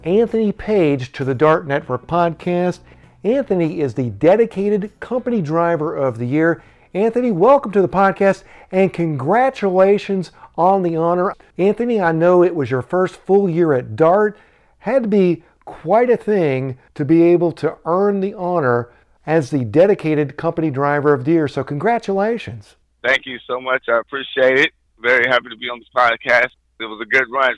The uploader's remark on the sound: phone call